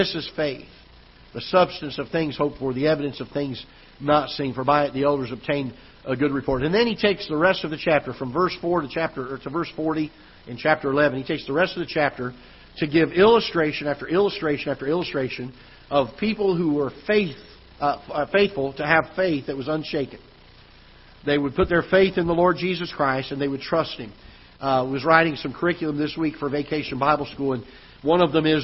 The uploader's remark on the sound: Ketha Heights Baptist Church ~ Live Broadcast.